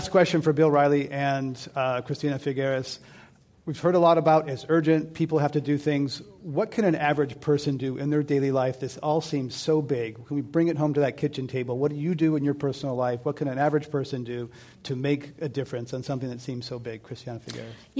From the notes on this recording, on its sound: This program was recorded in front of a live audience at the Commonwealth Club of California on June 16, 2015.